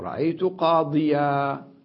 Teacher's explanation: طيب لما أقف رأيت قاضيا، هكذا كتنوين النصب نقف عليه بالألف الممدودة، هذا يسمى مد العوض أي عوض عن التنوين